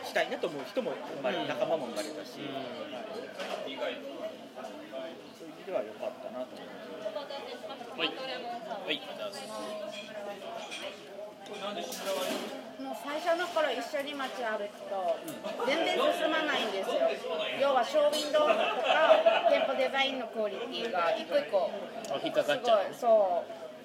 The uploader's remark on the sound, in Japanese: 今回のトークは、初の居酒屋収録。居酒屋収録という事で、周りのガヤガヤ感が臨場感ありますが、 その分、多少聞きにくい部分もあるかと思います。